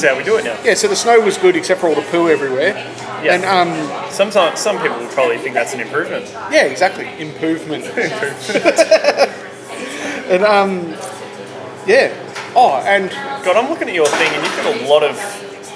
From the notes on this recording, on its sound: The audio in this one isn't the greatest, as it was recorded in a coffee shop. Also, the microphones didn't work.